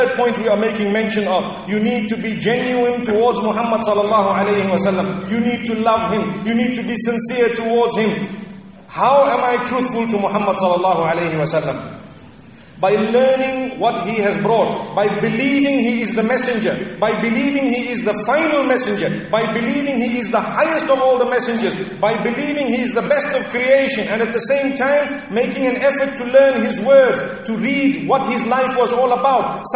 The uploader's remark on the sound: Jumuah Lecture from ibn Zaid Masjid at Fanar, Qatar